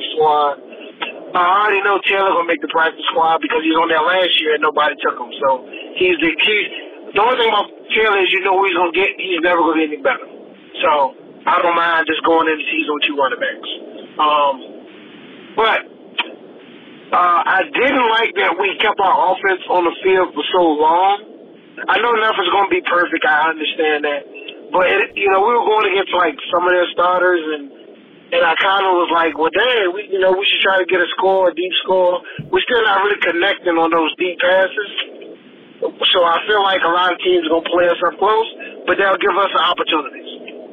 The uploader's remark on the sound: In this special call-in episode of Packernet After Dark.